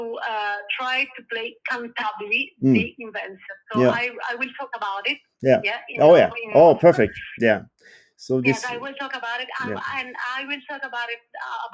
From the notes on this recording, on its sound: We’ll take a call to Italy. At her home in Milan. Sorry about the sound that is not at all perfect!